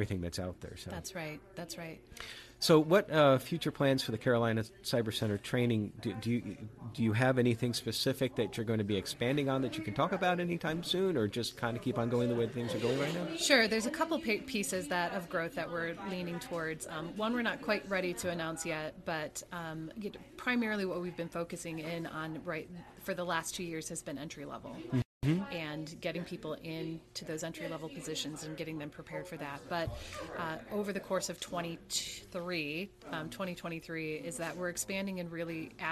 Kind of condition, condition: setting, busy venue